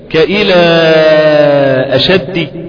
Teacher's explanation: ولكن هو الحرف التالي له ولكن في كلمة أخرى لانفصاله عن حرف المد. مقدار المد بتاعه أربع أو خمس حركات. ذلك قال الإمام فالمنفصل أن تأتي الهمزة بعد المد في كلمتين كإلى أشد. · Term: المد المنفصل